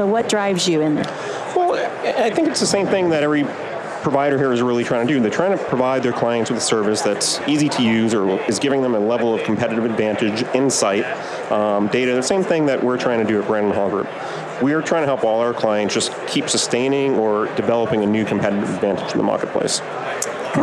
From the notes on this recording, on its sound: LIVE from Las Vegas, at #HRTechConf